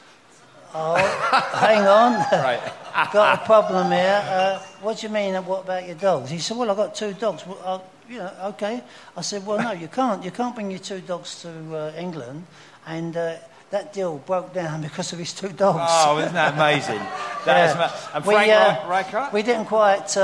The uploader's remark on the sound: The eighth live show.